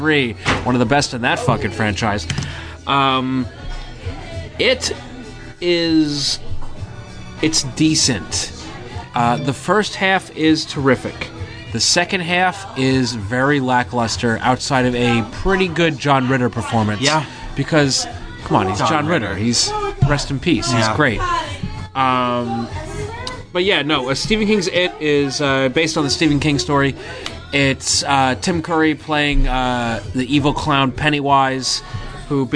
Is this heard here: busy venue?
yes